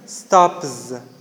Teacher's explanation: The z changes into s because of p. · Term: progressive